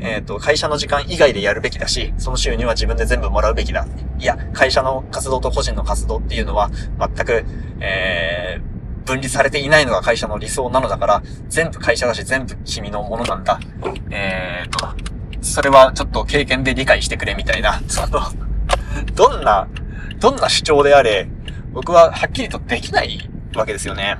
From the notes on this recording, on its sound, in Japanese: 高速道路走っておりますとでノイズがを決めかなぁと思いますお聞き苦しいと思いますがご容赦ください。高速道路っていうのもあっておっきめの滝した声で送りしております。